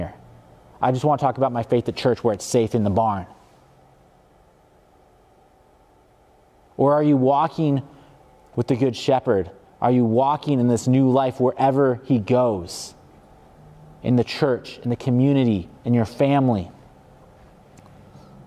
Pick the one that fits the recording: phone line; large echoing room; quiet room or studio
large echoing room